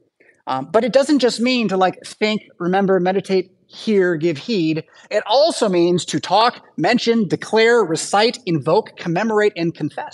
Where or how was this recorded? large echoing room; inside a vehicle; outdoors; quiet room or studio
large echoing room